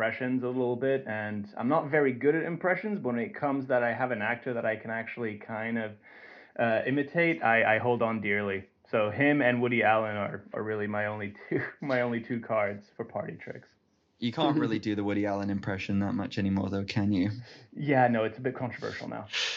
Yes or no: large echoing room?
no